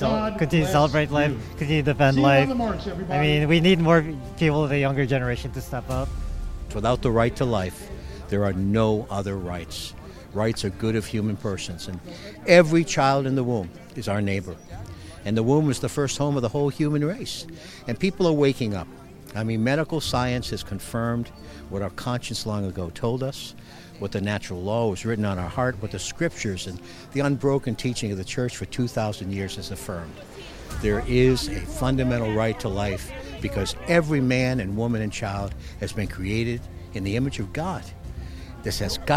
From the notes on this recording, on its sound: Joined with tens of thousands of other pro-lifers to witness for life at the March for Life 2024 in Washington, DC.